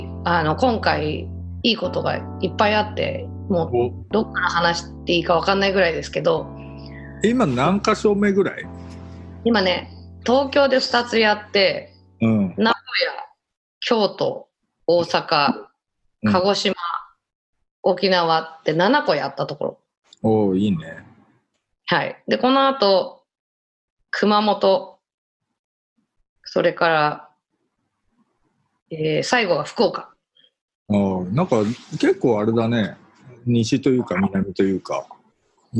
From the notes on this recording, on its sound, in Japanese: 今回の収録はビデオ会議サービス「ZOOM」を使用し。一部聞き取りづらい箇所があります。